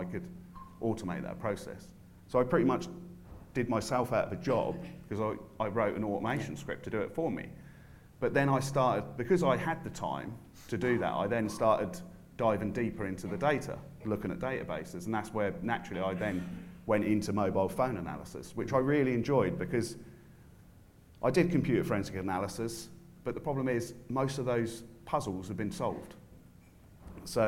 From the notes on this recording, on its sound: This episode was recorded with a live audience at the MSAB UK June event at Chester Racecourse.